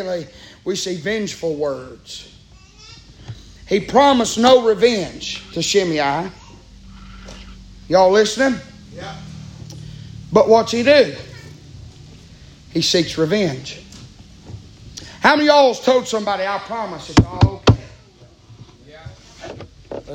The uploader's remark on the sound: Preaching live from Still Water Baptist Church on 5/21/23.